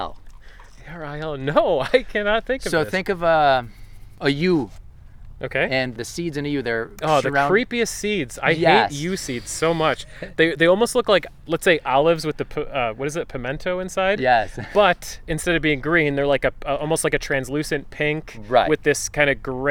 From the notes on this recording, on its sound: This episode was recorded at Nature View Park in Amherst, NY on April 24, 2019. Nature View is owned by the Western New York Land Conservancy .